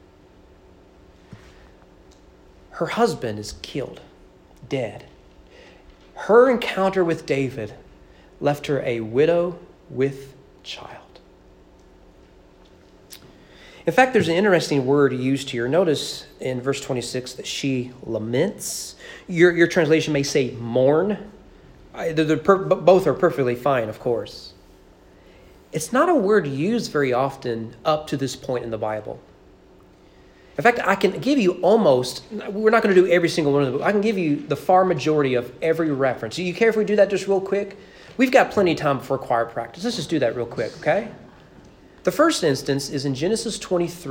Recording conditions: large echoing room